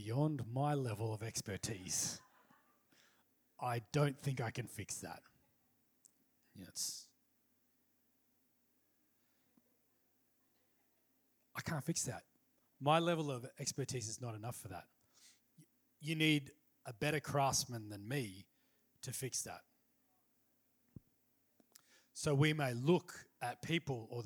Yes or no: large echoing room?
yes